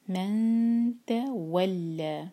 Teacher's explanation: نون پر اخفا کریں گے، نون کو چھپائیں گے اور تا کے لیے زبان تیار کریں گے